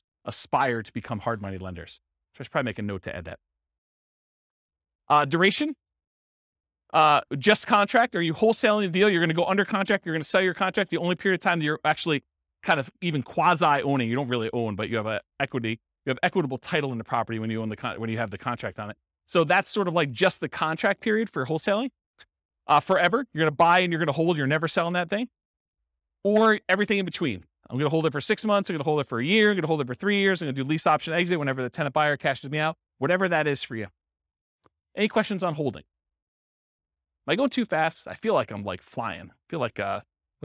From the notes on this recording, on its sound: In Modesto, California. This was a live class recorded. The live in-person version.